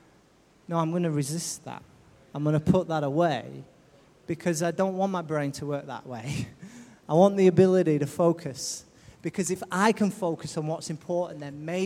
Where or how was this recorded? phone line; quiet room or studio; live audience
live audience